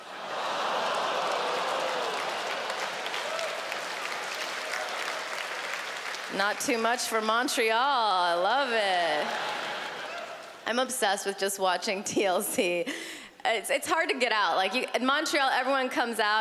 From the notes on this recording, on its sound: stand up from the Just For Laughs Festival in 2015